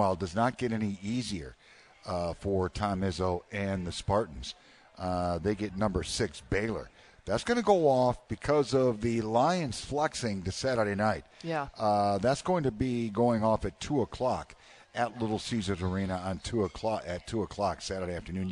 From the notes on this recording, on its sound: LIVE from Soaring Eagle Casino & Resort in Mt. Pleasant for a special edition of The WJR Sports Book.